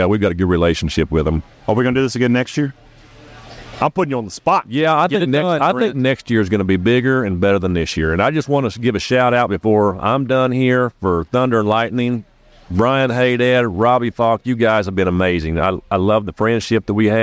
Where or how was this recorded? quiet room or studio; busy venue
busy venue